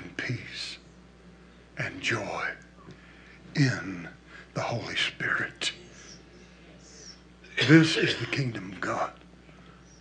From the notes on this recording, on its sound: recorded at Household of Faith Church, Benton, Arkansas.